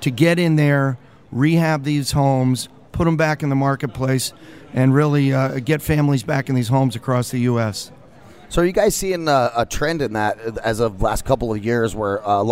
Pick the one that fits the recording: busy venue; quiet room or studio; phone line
busy venue